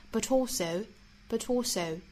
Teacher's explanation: 后面的 but 跟 also 也是可以做连读的